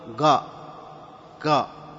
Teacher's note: بعض القبائل العربية في الحجاز نطقت بهذا، وأيضا في اليمن ينطقون القاف قاء